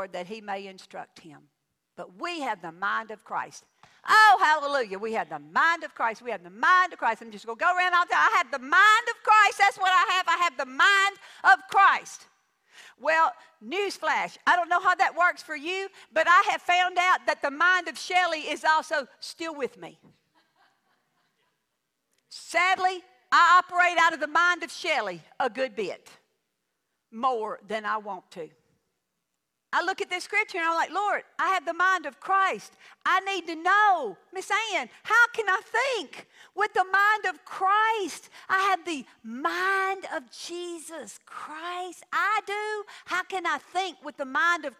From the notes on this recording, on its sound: The podcast is a tutorial for living in our troubled times and it was recorded at my home church.